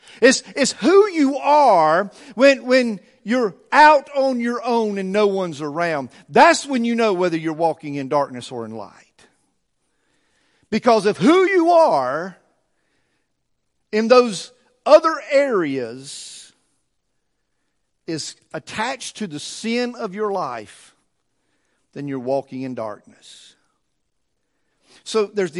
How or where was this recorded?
large echoing room